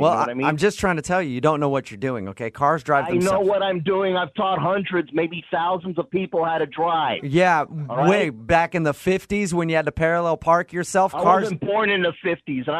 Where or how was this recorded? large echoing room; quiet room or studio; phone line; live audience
phone line